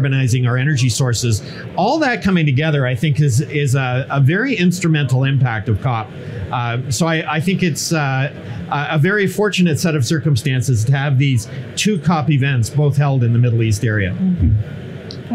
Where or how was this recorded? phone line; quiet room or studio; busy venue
busy venue